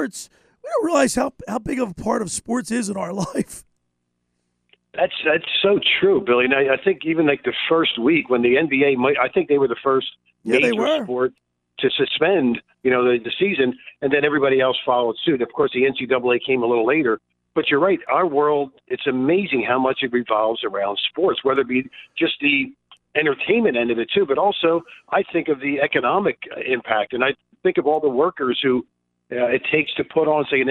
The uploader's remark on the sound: On our way to the studio we got a flat tire. We decided to broadcast from our car as we got the tire fixed and got back on the road.